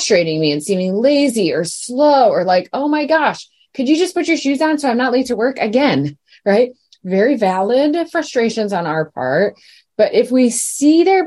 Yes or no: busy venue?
no